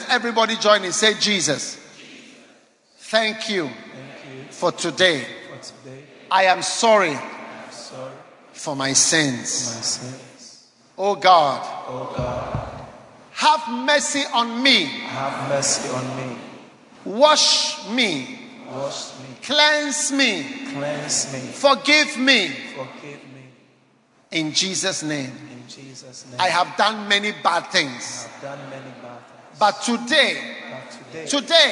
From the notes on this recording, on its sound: Preached at Holy Hill Chapel, Accra.